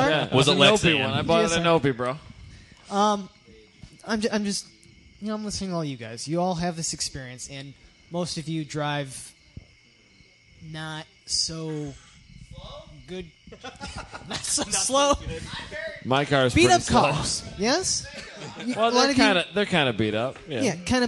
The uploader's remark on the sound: from ITR Expo 2015